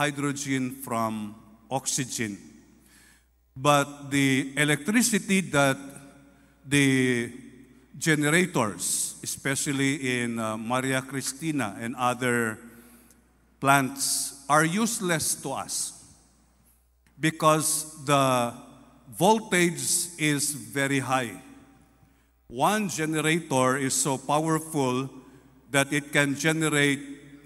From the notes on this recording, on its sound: This podcast was recorded live last March 19, 2023 at Zamboanga City Alliance Evangelical Church.